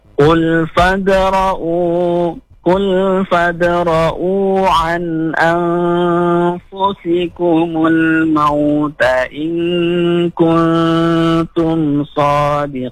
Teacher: Nah, tadi di sini pada kalimat baris kedua di ayat 168 yaitu pada kalimat an anfusikum. Nah, an ang itu izhar dulu baru ikhfa.